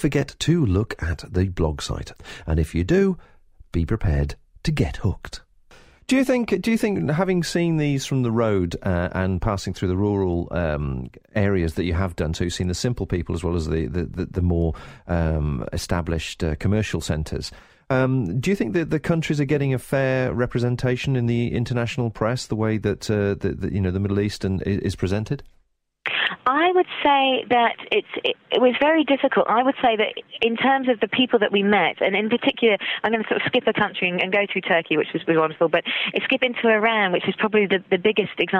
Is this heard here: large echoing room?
no